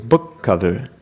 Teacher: Don't pause. Don't add a puff of air after the first. · Term: double K